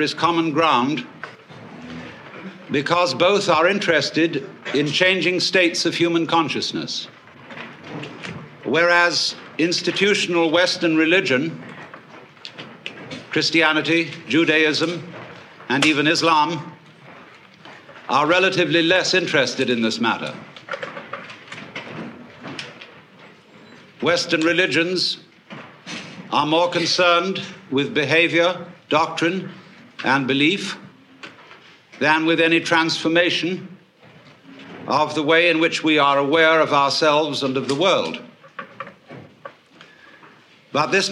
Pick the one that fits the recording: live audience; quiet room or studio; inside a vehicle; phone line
live audience